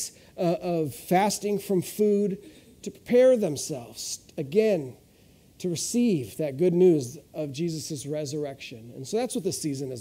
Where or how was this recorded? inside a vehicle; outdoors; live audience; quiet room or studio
live audience